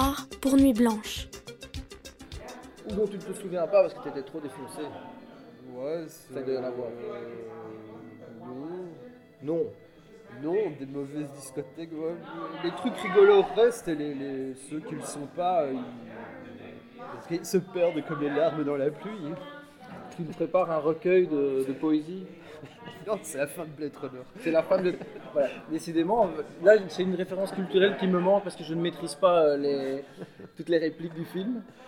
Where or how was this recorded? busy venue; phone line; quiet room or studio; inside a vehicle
busy venue